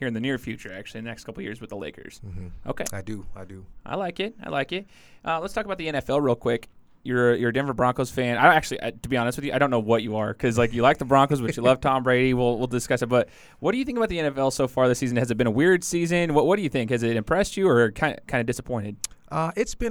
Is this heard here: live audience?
no